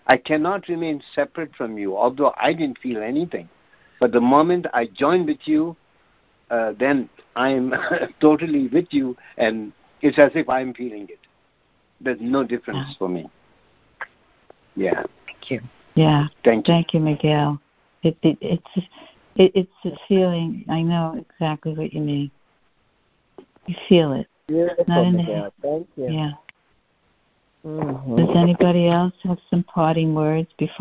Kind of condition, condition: link, phone line